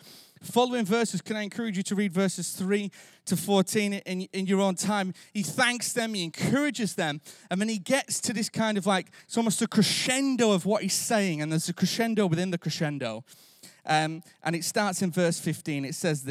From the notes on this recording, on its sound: Recorded live at Life Church Lancashire on Sunday 12th March 2023.